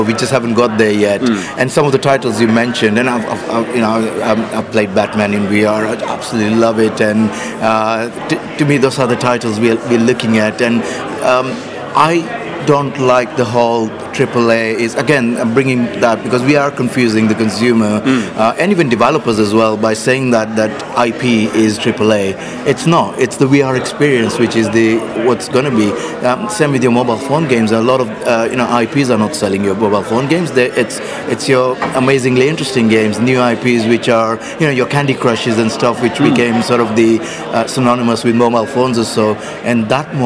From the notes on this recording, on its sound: Recorded during the official unveiling of the subscription-based VR platform